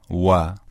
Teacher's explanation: به شکل دبلیو انگلیسی تلفظ میشه، یعنی لبها جمع میشه، قنچه میشه و بعد حرف تلفظ میشه · Term: حرف واو